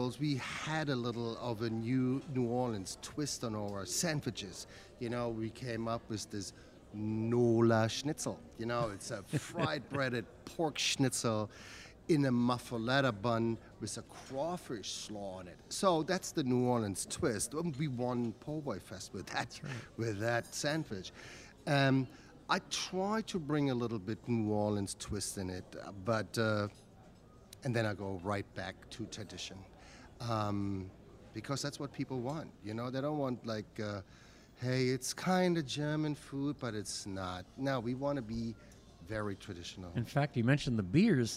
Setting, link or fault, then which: setting, busy venue